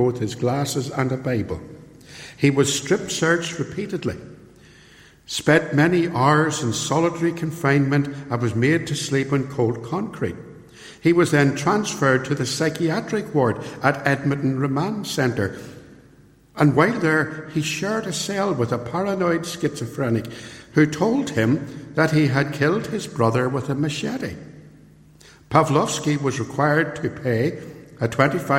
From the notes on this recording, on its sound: Recorded at Templepatrick Reformed Church and used with their permission.